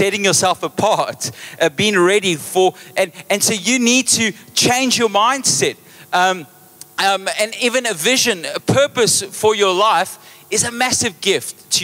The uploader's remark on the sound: Recorded live on Sunday 20th August the 2023